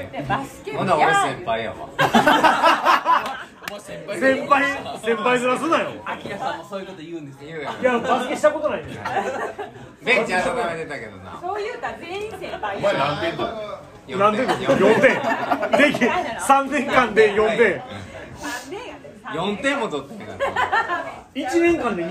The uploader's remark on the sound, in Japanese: 高校時代のバスケ部忘年会の模様垂れ流し。おっさんの酔っ払いの会話です。そのままの様子が1番面白いかなと思い、録音中は敢えてわたくしもほぼ登場しませんし。